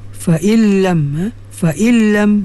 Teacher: Fa illam numati bertemu dengan lam idgham bila gunnah kamil. Fa illam nun tu tak bunyilah ya? Masuk pada lam tu.